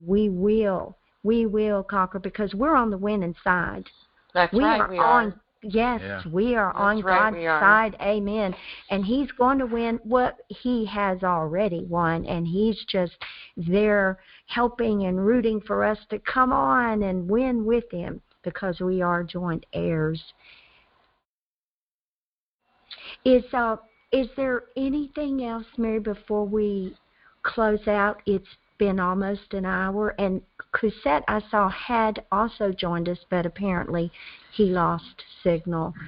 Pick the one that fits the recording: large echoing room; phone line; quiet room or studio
phone line